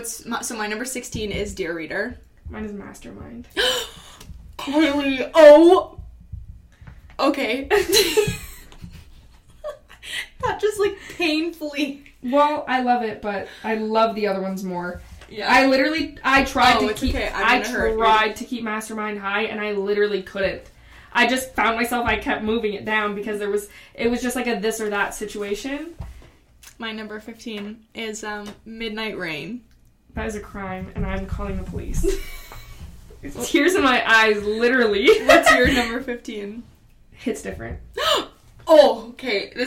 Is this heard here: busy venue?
no